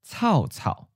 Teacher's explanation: So it's like the falling tone isn't dramatic enough. So the starting part has to start up higher at the topmost line for a big dramatic drop. · Term: second tone, high-falling